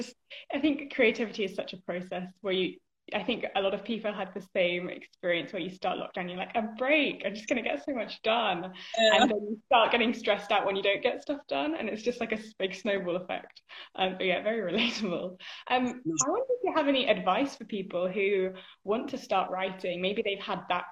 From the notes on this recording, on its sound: live Instagram interview